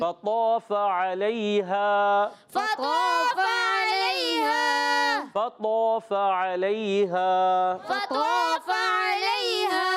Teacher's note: طاو کو موٹا رکھنا ہے اس کا الف بھی موٹا